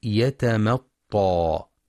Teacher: وفي كلمة يتمطى ينتبه لترقيق الميم